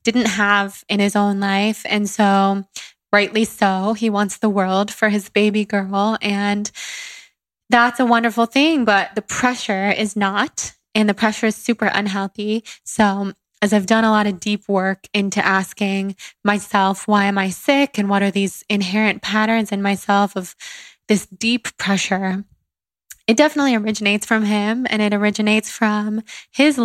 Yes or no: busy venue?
no